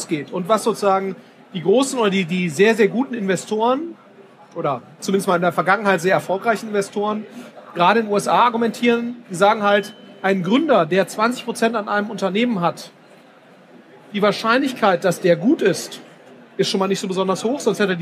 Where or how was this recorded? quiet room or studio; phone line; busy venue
busy venue